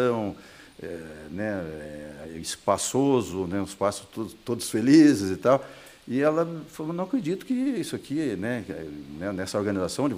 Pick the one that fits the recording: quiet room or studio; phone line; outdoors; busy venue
busy venue